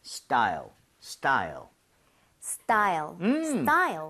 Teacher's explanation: 너무 스타일 해서 T 사운드를 너무 세게 내려고 하지 말고 걔를 된소리 좀 비슷하게 내주면 좋아요. 쌍디귿으로. 그죠.